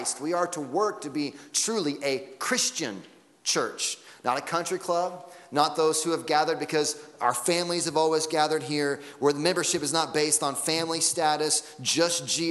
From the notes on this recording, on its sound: Sunday Morning Sermon Audio.